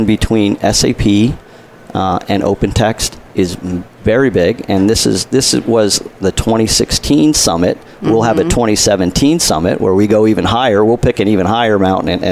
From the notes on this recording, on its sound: Coffee Break with Game-Changers Radio was invited to broadcast live from SAPPHIRE NOW 2017 in Orlando.